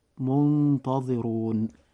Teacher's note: تلاحظ معي أخي المسلم أن حرف الراء جاء في هذه الكلمة مضموما، فيجب أن ينطق مفخما هكذا: ينظرون. وأيضا الراء في آخر كلمة من التلاوة منتظرون، فقد جاء حرف الراء أيضا مضموما، فيجب أن يفخم إذا جاء هكذا فتنطق منتظرون.